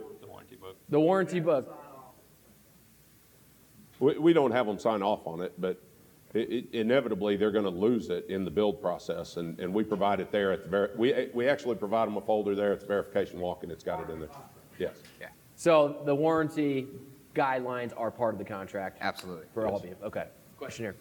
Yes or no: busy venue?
yes